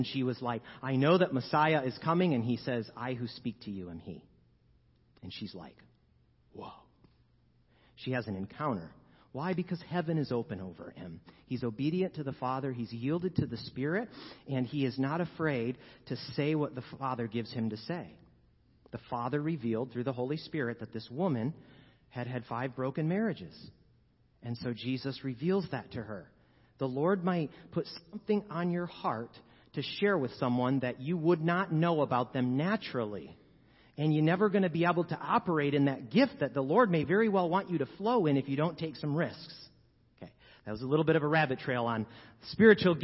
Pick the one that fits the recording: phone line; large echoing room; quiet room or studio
large echoing room